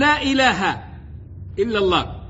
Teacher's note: ألف من حروف المد وبعدها همز في إيه؟ في كلمتين، يبقى ده اسمه مد منفصل. المد المنفصل يقولون فيه التوسط بدون مد، يعني بس زيه زي الطبيعي، تقول لا إله إلا الله، ويا إما بتمده المد المنفصل بياخد أربع أو خمس حركات بس.